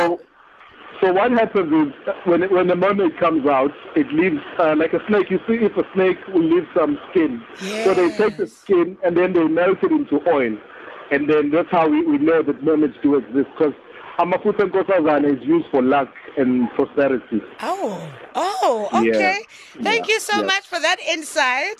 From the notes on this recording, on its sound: A listener decided to call